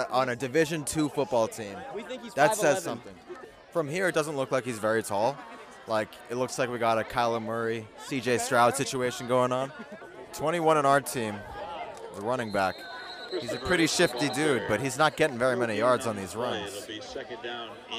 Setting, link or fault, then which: setting, outdoors